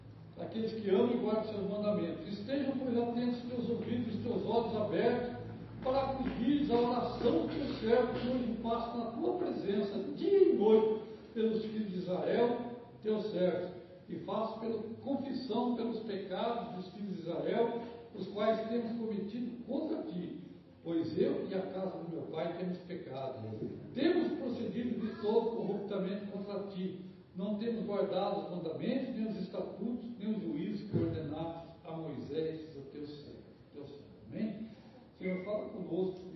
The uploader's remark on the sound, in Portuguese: Mensagem gravada em 19/02/2023 - Culto da Família